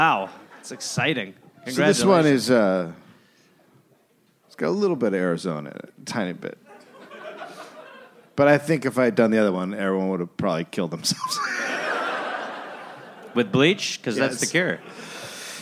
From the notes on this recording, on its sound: Recorded live in Phoenix, Arizona.